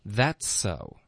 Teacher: That's so,嘴巴张开大一点 so,然后重音不要放在 so 上，要放在 that.